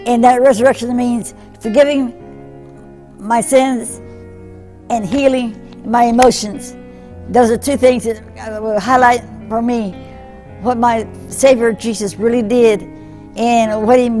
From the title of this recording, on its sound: Mt. Zion Church Live!